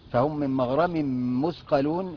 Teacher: تنوين بعده ميم، ميم. إدغام غنى كامل